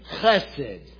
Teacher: It's a Hebrew letter that's kind of like clearing your throat. · Term: guttural sound